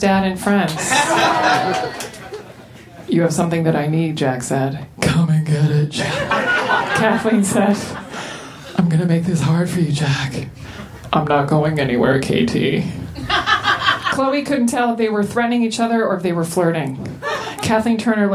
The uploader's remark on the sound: Recorded at Union Hall in Brooklyn December 28, 2014.